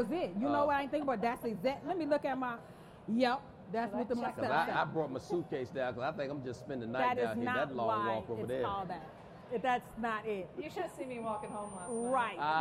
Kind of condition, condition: setting, live audience